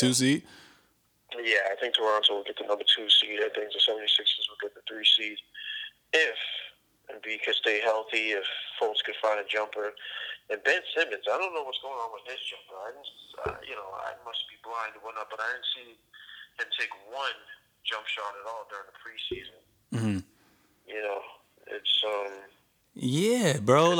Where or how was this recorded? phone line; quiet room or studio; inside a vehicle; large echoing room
phone line